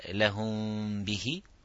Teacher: slightly not closing the lips properly and making that غنة · Term: إخفاء شفوي